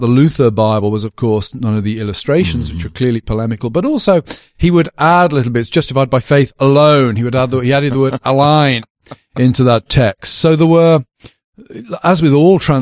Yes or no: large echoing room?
no